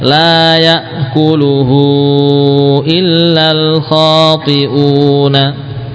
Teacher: Jadi ini walaupun namanya lain, mad silah kubro, namun pada asalnya dia seperti mad yang sebelumnya, mad jais ya. Pokoknya karena bertemu dengan hamzah ya, mad itu menjadi lebih panjang.